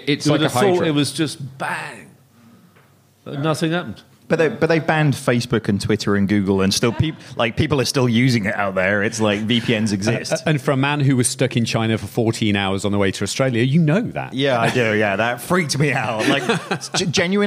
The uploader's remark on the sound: It's a Halloween-themed show recorded in front of a live studio audience at our home in WeWork, London. No live recording is complete without a good feature, so we have a bit of audience participation.